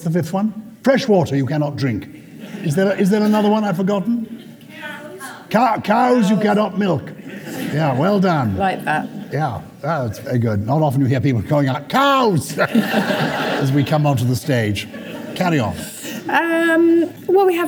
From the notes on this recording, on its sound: We are live and direct from Salisbury Playhouse!